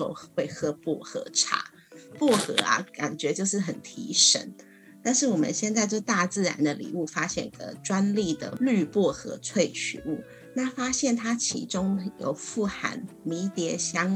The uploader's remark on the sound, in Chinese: 本集節目採遠端錄音，因此音質上可能會有點雜訊